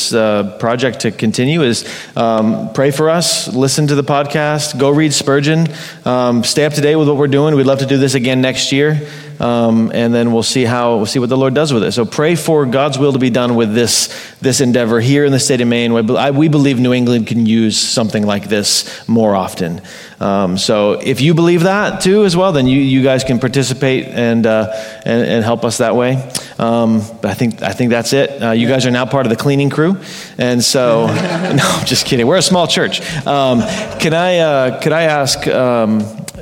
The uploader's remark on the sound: We have another release from our 2023 Spurgeon Conference. This one is the Q&A we had at the end of the conference. Even with it being the end of the day, 6 speakers, and a BBQ lunch, we had fantastic interaction from our attendees and our conference speakers.